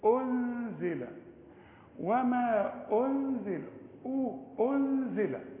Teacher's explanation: عايزة فن ما تقولش أنزل وما أنزل وشفايفك على وتيرة واحدة الهمزة مضمومة إنما الغنة مرققة